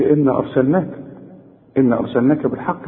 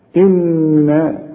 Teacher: لازم النون تغنها بمقدار حركتين لأنها 2 نون · Shown in: second take